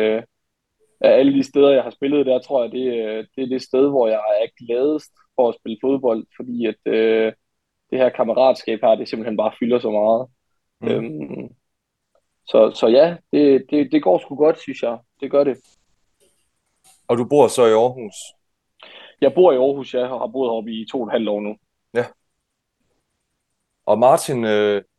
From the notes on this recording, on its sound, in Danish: Afsnittet er optaget online så kvaliteten er ikke helt I top.